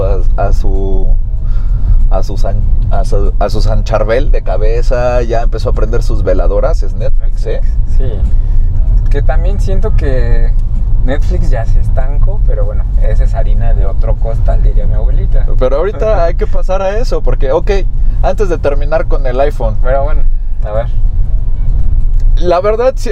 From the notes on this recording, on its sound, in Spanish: Este es el capítulo piloto de una serie de podcasts grabados en un auto en medio del tráfico de la CDMX.